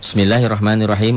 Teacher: Allahnya dibaca, dibaca tipis tarkik karena sebelum lafadz Allah barisnya di bawah.